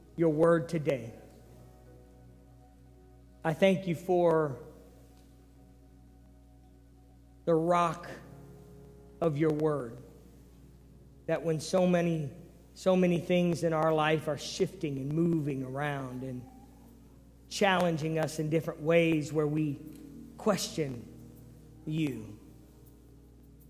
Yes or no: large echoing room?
yes